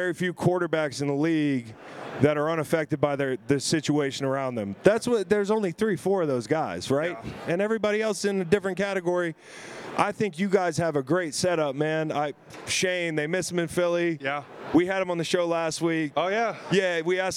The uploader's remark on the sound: SB LVIII Radio Row in Las Vegas!